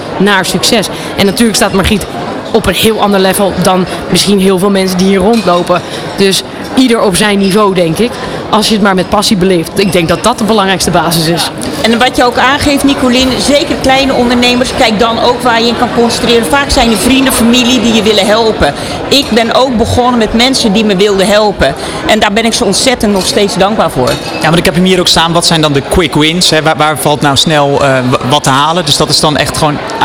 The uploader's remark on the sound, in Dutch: Op 15 april werd ondernemerschap in het zonnetje gezet op de Dag van de ZZP’er 2023. Vanaf de locatie, Hart van Holland in Nijkerk, deed De Ondernemer live verslag van hét evenement voor zelfstandig ondernemers.